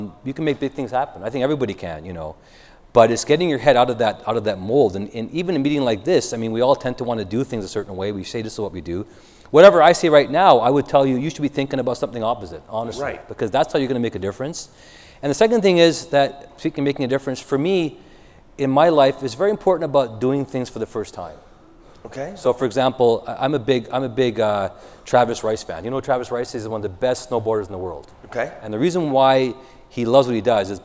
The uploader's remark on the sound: For an on-stage interview at the ME Live meeting in Nashville. In this live recording. While fielding questions from the audience.